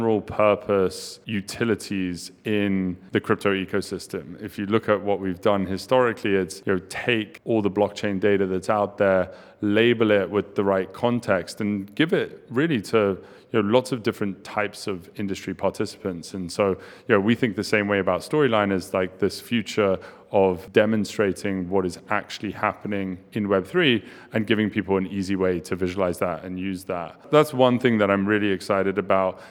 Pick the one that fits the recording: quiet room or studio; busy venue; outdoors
busy venue